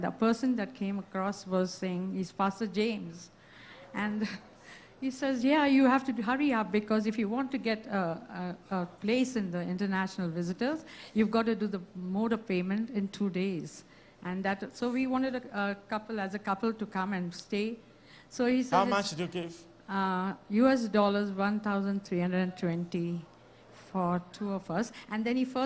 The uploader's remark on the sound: SUNDAY LIVE SERVICE